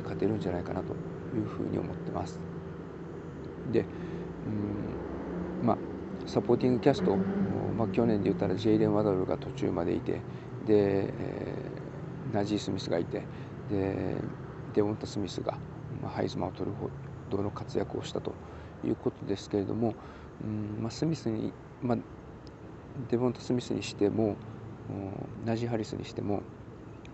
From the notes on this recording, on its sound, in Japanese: 今回も外での収録…曜日と時間帯が悪かったのか、夜の集会に向かうお兄さん(or お姉さん)ののノイズ入ってます（笑）。